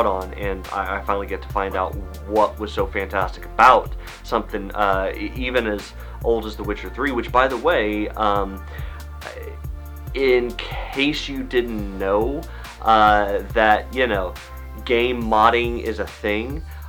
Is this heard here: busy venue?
no